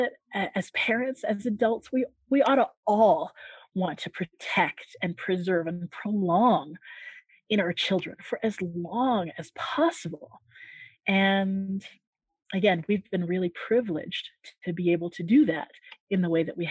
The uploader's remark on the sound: Our cooking chat via our zoom call was an informal exchange of cooking information between two people.